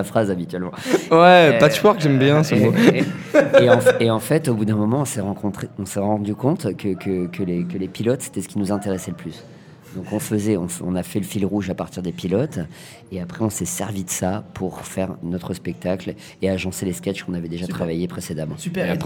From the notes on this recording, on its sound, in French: Nous enregistrons cette émissions dans les coulisses du bestoff d&#39;avignon. Nous enregistrons cette émissions dans les coulisses du bestoff d'avignon.